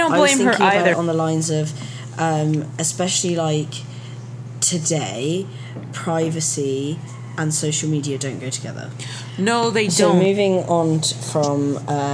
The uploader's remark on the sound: LIVE from WentworthCon 2019. Live from Wentworth Con in NJ.